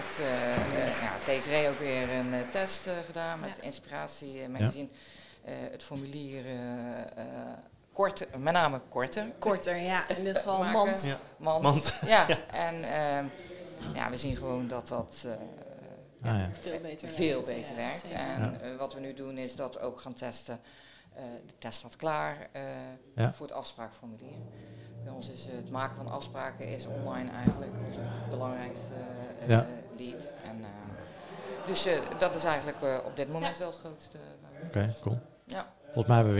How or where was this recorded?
busy venue